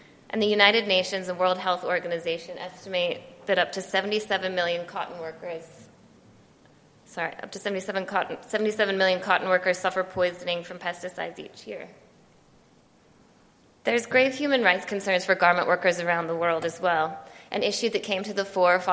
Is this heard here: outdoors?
no